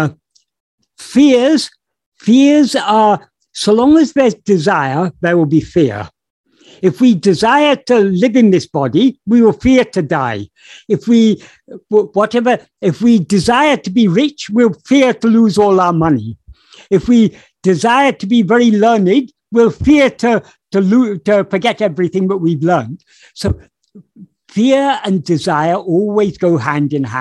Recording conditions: video call